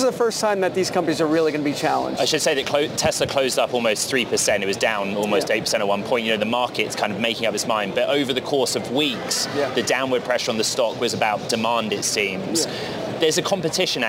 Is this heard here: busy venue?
yes